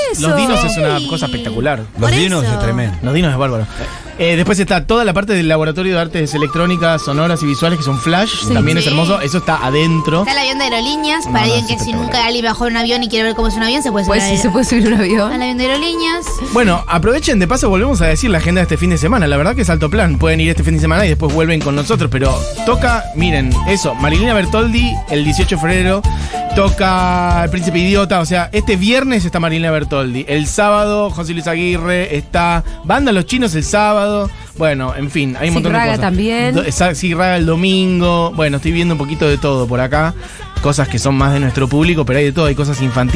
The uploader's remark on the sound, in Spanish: conferencia de prensa Festival Futurock en Tecnópolis